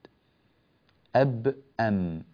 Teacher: الباء والميم حرفان متجانسان يخرجان من مخرج واحد، أب أم كلاهما يخرجان من انطباق الشفتين